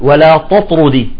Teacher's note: يجب أن يعني نفصل التاء عن الطاء ونخرج التاء مرققة